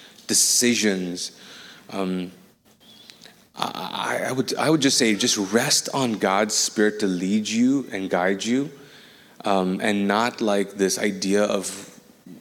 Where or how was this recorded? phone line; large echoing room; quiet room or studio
large echoing room